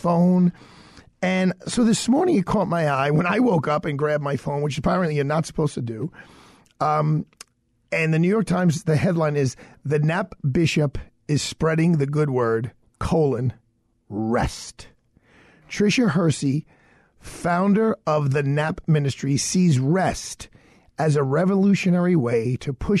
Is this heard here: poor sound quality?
no